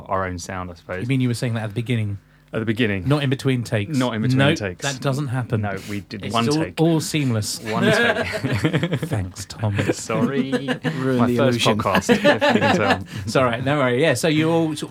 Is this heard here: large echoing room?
no